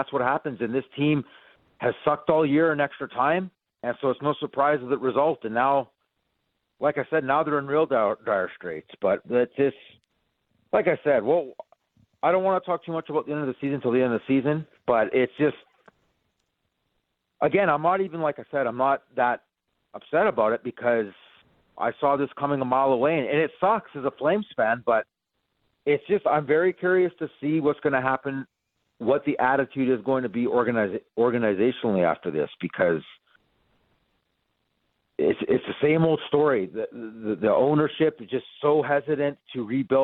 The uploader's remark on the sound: We open up the Phone and Text lines.